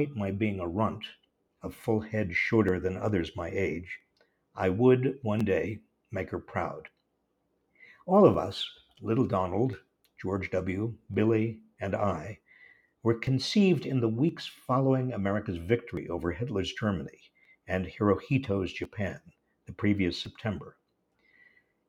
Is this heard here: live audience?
no